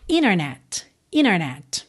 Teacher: no prefixo inter, inter, que soa frequentemente como inner